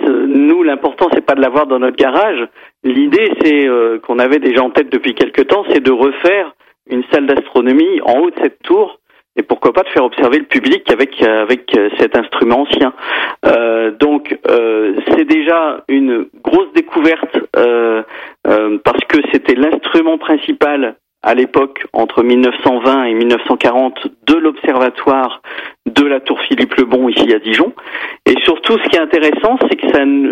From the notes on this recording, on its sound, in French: par téléphone